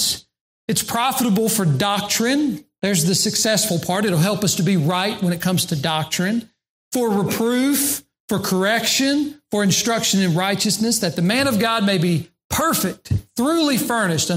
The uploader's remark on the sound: during the Sunday morning service on June 26, 2022, at Southside Baptist Church in Mount Airy, NC.